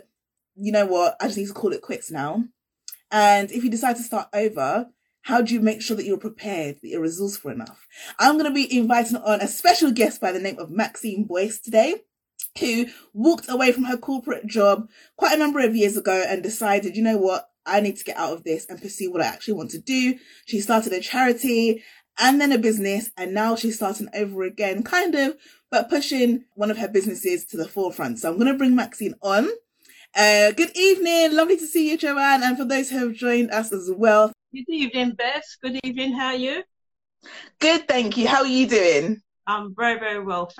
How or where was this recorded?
video call